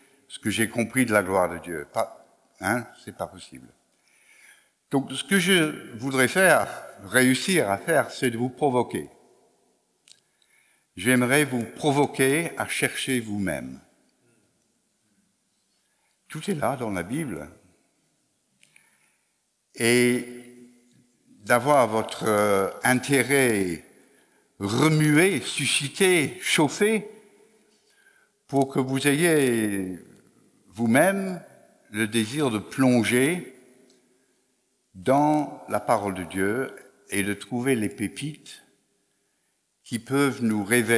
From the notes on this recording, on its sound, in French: Enregistré à l'église CVV, le 19/09/2021